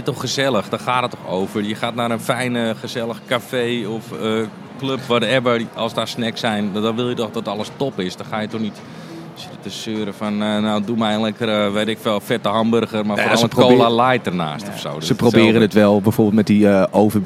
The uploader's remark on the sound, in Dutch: live vanaf de Horecava